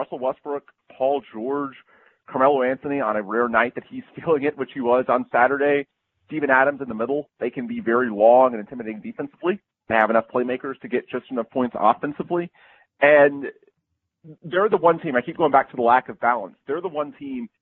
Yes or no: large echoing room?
no